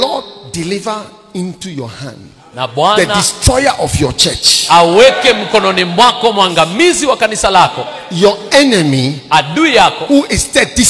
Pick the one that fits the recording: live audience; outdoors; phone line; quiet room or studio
live audience